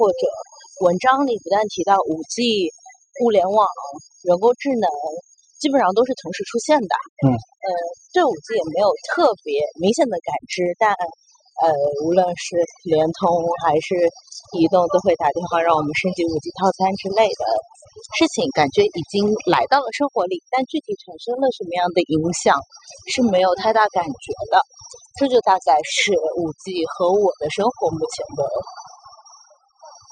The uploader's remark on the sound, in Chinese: 边走边聊